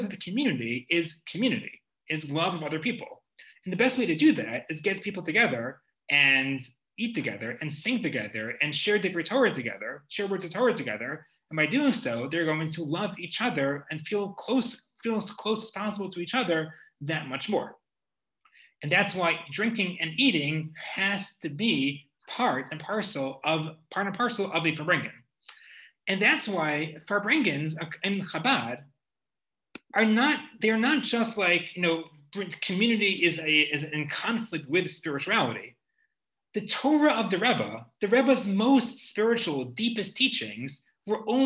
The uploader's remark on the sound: This audio was originally captured from Zoom on 01/06/2021 as part of Drisha's Winter Zman.